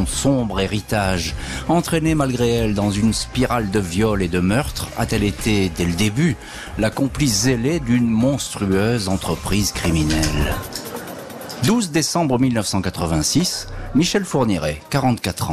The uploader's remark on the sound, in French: En direct de la foire de Châlons-en-Champagne